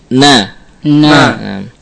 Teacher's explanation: ada suara yang sesaat melewati khayshum ketika nun ini mutaharrikah atau berharokat. · Term: gunnah